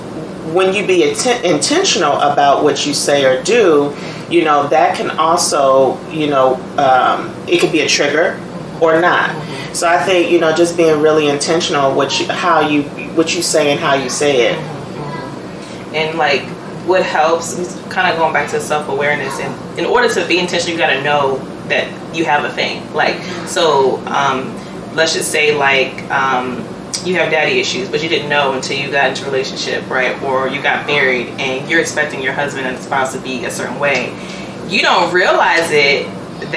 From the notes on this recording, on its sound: Sorry for audio quality.